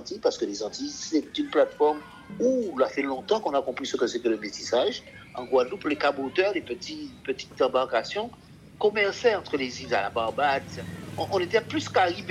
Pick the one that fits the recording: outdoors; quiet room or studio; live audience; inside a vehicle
outdoors